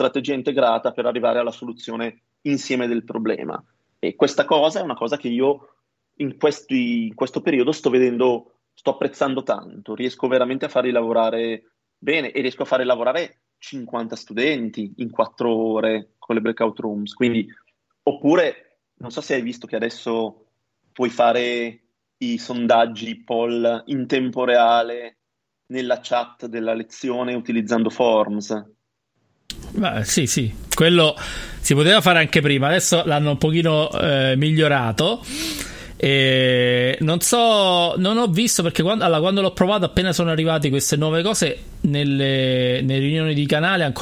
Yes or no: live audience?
no